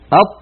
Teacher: تجدون بأن المخرج ينقفل انقفالا تاما · Term: حرف شديد